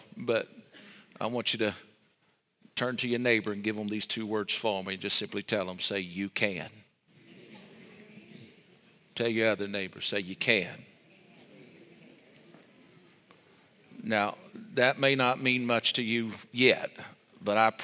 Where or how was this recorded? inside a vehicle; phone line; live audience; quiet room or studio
live audience